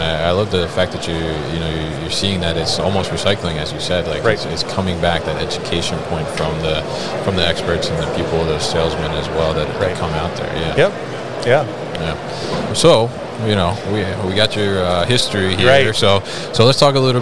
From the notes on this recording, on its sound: Big Joe Lift Trucks at MODEX 2022